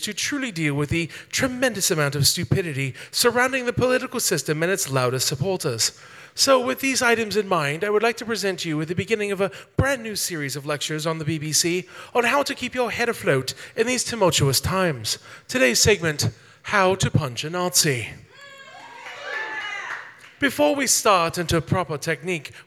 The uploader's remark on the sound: This show was recorded live on April 4, 2022 at Yellow Cab Tavern, 700 E.